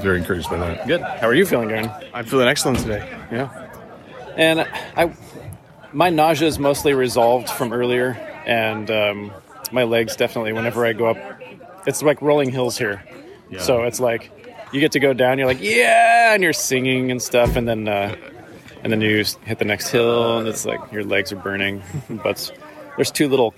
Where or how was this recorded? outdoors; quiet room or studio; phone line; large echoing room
outdoors